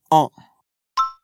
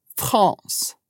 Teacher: pensa que você está falando a letra A, mas com um som nasal. Então, ele vai virar on. · Term: som an